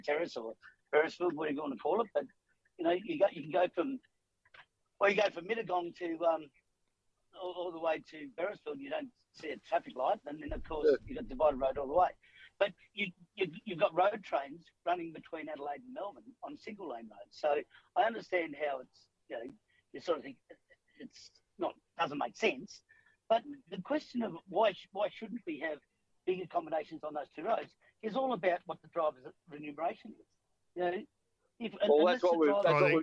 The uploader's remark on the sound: Apologies for the sound. This is what happens when you're not in the studio trying to record live.